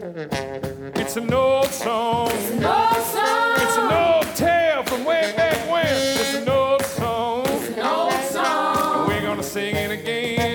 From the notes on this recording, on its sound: Live from Orso.